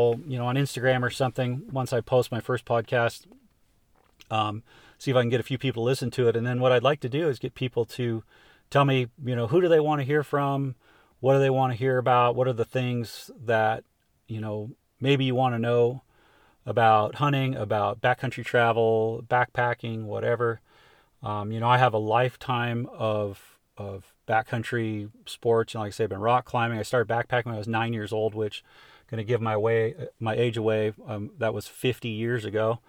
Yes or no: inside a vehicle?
yes